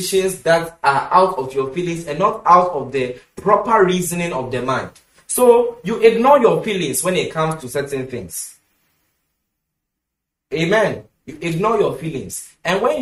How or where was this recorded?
large echoing room